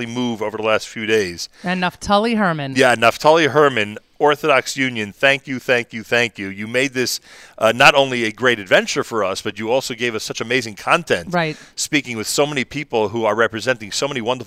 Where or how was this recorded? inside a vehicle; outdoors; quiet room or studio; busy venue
busy venue